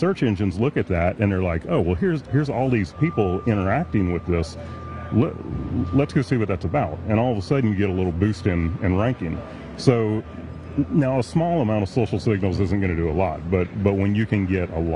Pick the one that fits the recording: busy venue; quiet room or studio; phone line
busy venue